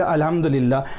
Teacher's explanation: you pronounce it so that the ha, with the middle of the throat, is waziah.